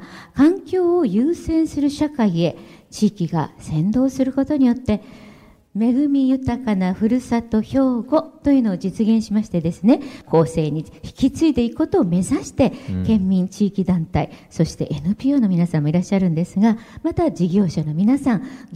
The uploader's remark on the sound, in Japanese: 公開録音「地球と共生・環境の集い2020」